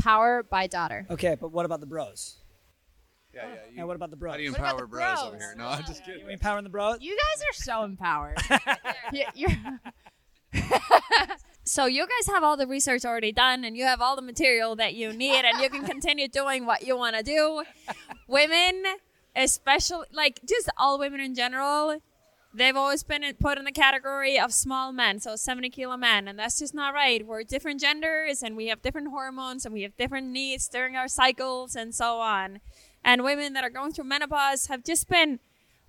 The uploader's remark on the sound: Live from Wodapalooza. We were down in Miami at Wodapalooza.